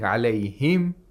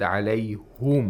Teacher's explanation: The harak, for example, one haraka that was different here was alayhum. In Khalaf and Hamza, instead of saying alayhim, he recites it alayhum.